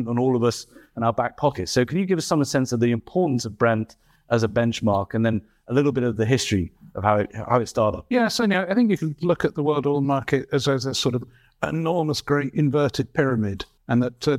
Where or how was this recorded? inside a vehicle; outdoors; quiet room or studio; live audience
live audience